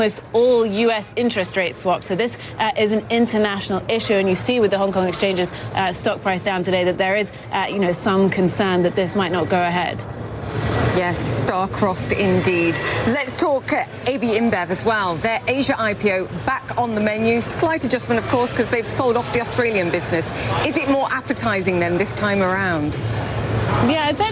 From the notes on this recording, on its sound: live from the New York Stock Exchange